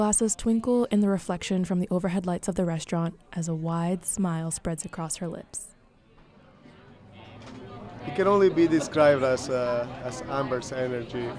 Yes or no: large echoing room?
no